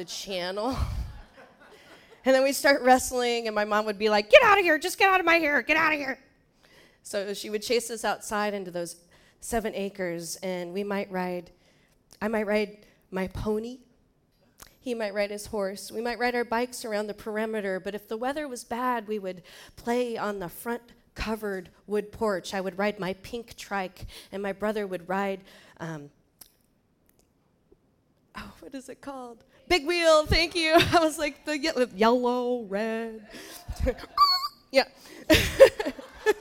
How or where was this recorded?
live audience